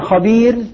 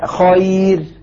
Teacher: الياء المادية واللينة ساكنة لكن لا فرق بين خبير وبين خير الأولى مادية لأن قبلها مكسور والثانية لينة لأن قبلها مفتوح وكلاهما يؤثر على الراء بترقيق